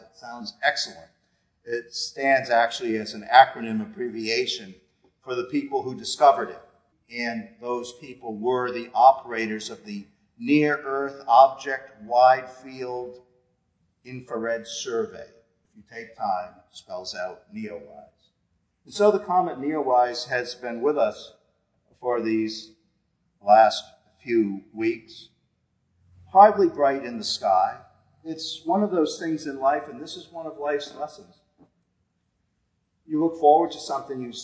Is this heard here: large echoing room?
yes